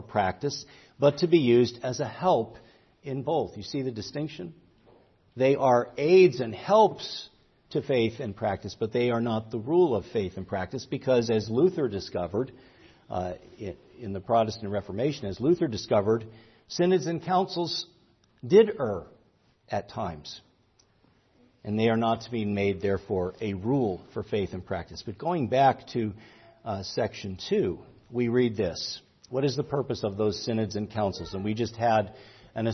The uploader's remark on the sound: preached at Grace Orthodox Presbyterian Church in Sewickley, PA, during the morning Worship Service on Sunday, October 22, 2023.